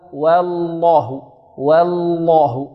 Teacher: فالبعض يرقق الواو ويرقق معه اللام الأولى